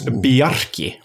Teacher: Icelanders do love a rolled R, so it's Bjerke.